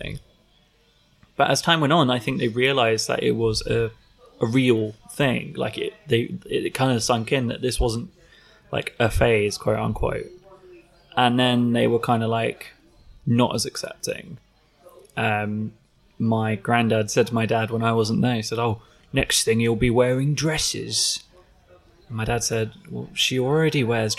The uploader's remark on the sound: This episode was recorded at the Malborough in Brighton, so there is a bit of background noise.